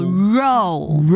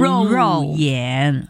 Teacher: 证保证，嗯，接下来呢就是正确，又是一样了，正了，保证的正字和正确的正字是同音字，嗯嗯哈，还有那个确字，确字也会读错的，就叫靠靠靠，嗨，正确，对，正确哈，正确，正确，嗯，识别这个都要教下啊，老师。为什么要讲识别这个识字呢？嗯，因为这个识字啊，我们说常识，嗯，常识，对了，常识，好，咁认识呢？认识，认识，你看就是这个识字了，嗯，它要读轻声，嗯，所以对，所以我们就不要认识。这个是识别，这个呢有识别，又是读为有声调的啊，识别，对对，知识的知识，知识，知识，对了，对，轻声的，对，知的一声，对，知识，对，要翘的，知翘的，嗯，还有识字轻声，嗯，同样也是这个识字，知识，嗯，认识，对，知识，认识，识别，对，识别地面。地面的信号，没错没错。Okay，好，还有别的，接下来呢就是肉眼的肉字，肉眼这个字呢比较难读哈，嗯，比较难读，我们要注意一下，它的声母是日，嗯，是翘舌的，嗯，然后它的韵母部分呢是 o，所以叫肉，没错，要读肉眼，对了，肉好像一条路啊嘛，即系英